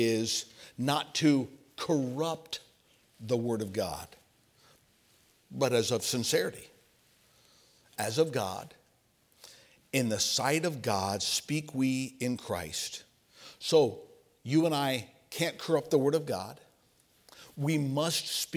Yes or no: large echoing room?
yes